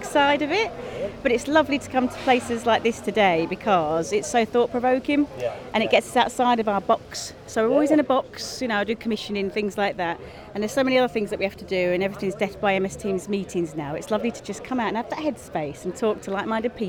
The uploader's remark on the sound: Recorded at the Project 6 Ideas Conference 2023. Listen to a snapshot of the day including conversations, views and ideas shared across the conference.